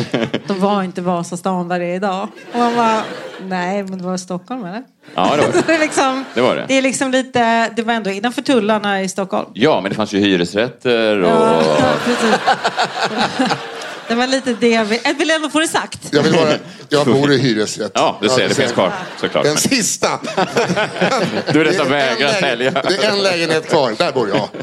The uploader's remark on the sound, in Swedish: Live på Scala